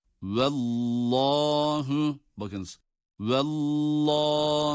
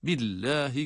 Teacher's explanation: Eğer öncesindeki harf burada olduğu gibi üstün harekeli ise, ya da şöyle diyelim, şeddeli lamdan önce üstün hareke var ise, ya da ötre hareke var ise, şeddeli lam, Allah lafzındaki şeddeli lam kalın okunur. · Shown in: first take